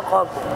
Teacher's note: تبالغ في ترقيق اللام مبالغة في التصحيح